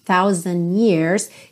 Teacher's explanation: Aqui você não ouve muito o D, não fica thousand years, fica mais thousand years, que é uma coisa comum no inglês americano.